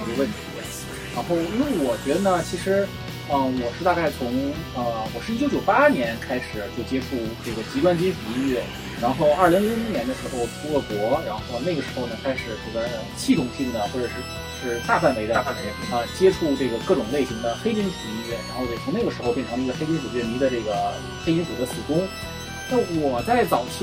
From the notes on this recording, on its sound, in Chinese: 这期用手机录的，音质有限。